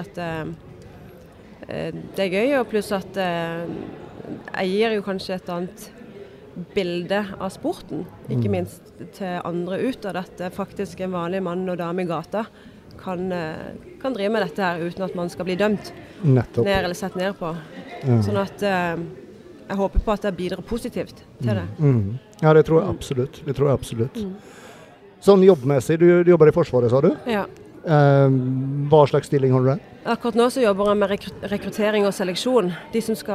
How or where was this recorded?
busy venue